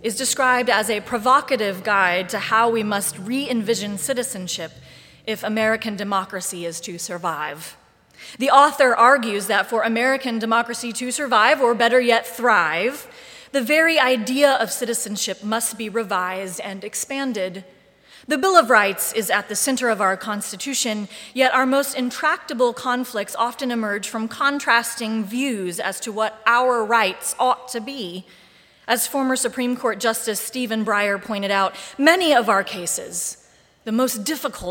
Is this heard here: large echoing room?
yes